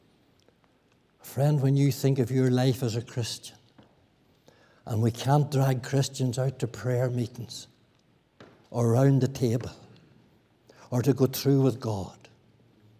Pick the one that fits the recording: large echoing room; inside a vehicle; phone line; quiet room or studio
large echoing room